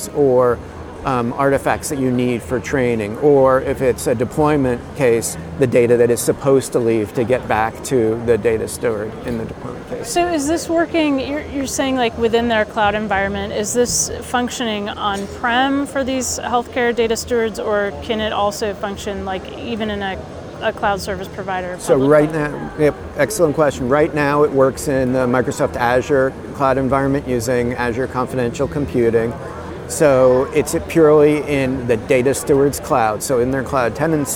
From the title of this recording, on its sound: Live from the Greenroom: Intel Innovation 2023